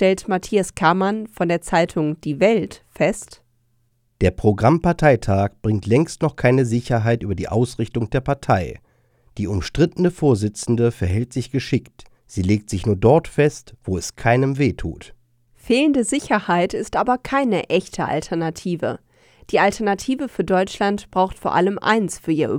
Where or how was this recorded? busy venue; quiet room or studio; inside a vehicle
quiet room or studio